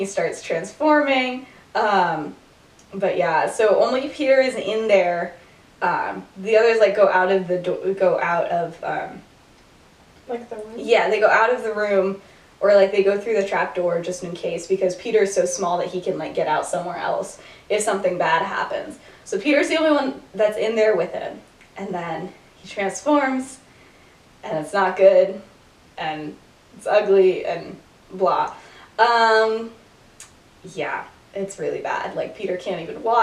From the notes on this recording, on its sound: Bad audio. Whoops, the audio got worse.